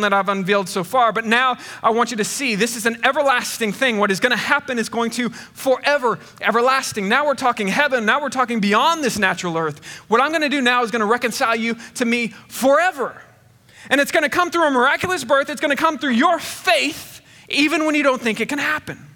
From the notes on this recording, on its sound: At Connection Point Church.